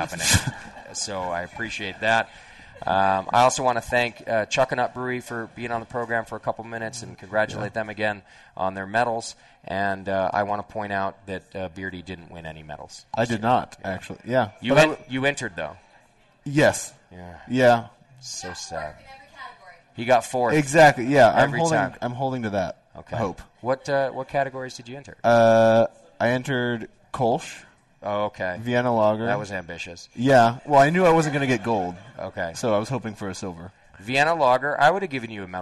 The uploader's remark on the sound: live Session from The Hop Grenade in Fort Collins